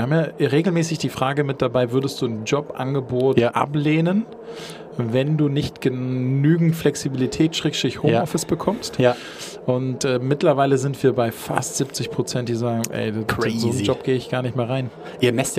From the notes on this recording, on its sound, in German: Live von der ZPE.